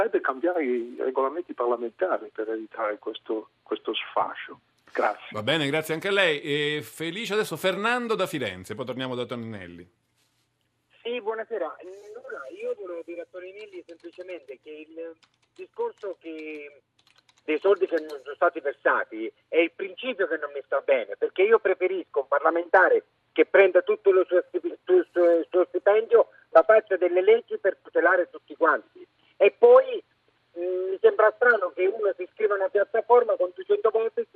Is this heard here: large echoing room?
no